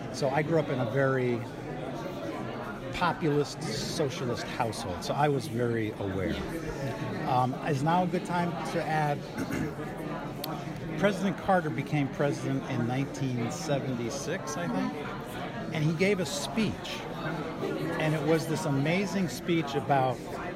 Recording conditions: busy venue